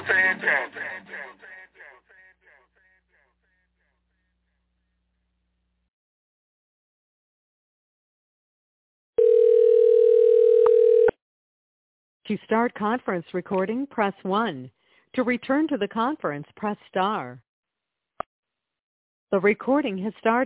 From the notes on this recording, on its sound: TNTSuperfantastic Conference Call